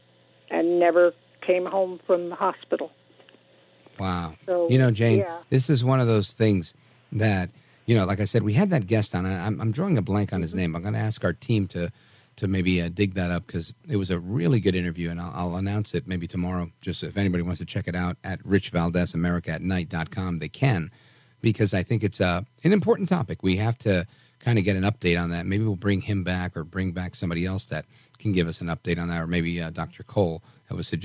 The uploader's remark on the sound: Finally, we take your calls in open phones across America.